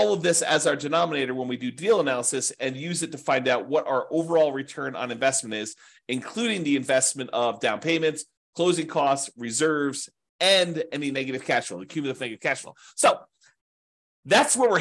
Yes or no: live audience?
no